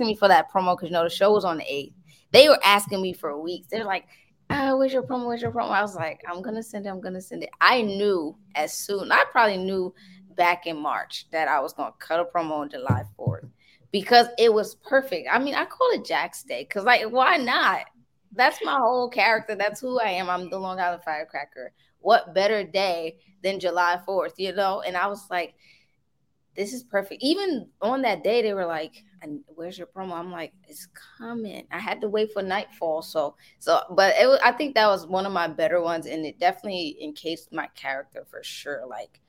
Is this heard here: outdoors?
no